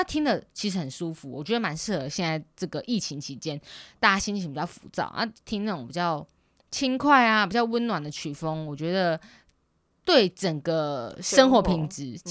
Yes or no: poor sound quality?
no